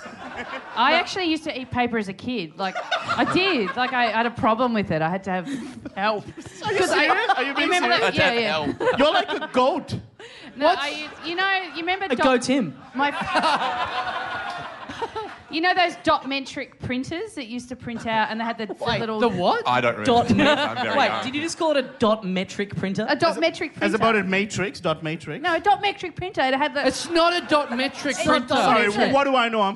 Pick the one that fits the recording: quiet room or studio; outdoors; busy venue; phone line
busy venue